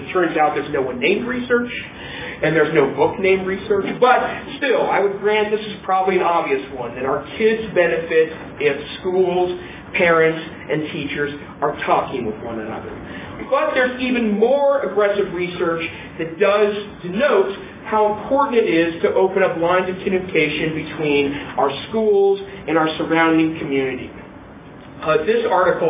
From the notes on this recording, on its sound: Breakout presentation. At the Blackfoot Educational Technology Conference in Missoula, Montana. I arrived about 10 minutes after the presentation started.